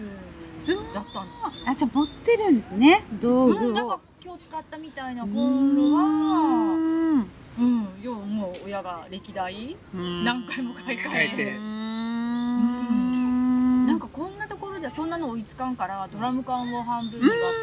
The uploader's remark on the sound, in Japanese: メンバーでBBQ（バーベキュー）をしてきました。今回はBBQ時に野外で収録し。